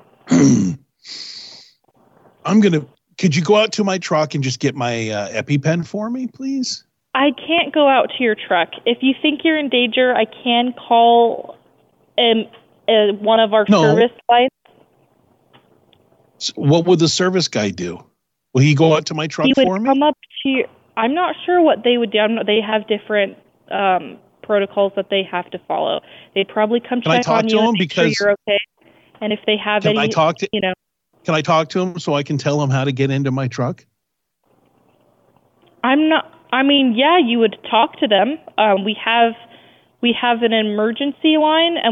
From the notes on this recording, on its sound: 24 hours of live prank calls